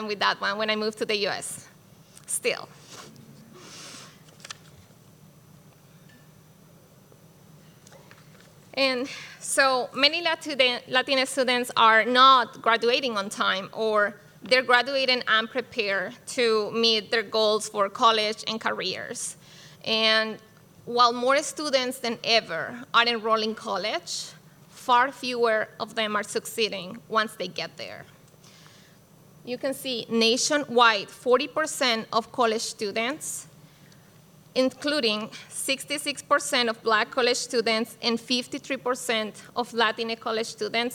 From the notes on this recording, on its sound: This EDTalk was live streamed from Icehouse in Minneapolis on May 8th, 2023.